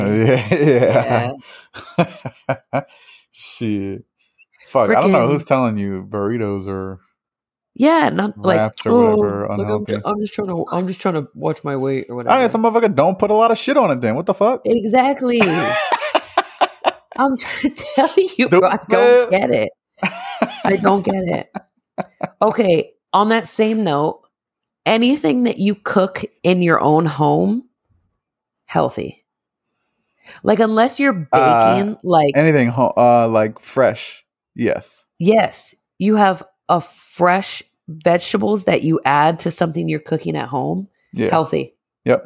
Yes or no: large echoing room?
no